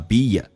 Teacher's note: B 跟 A 可以中间加个也，叫 beya，这是元音跟元音之间的连音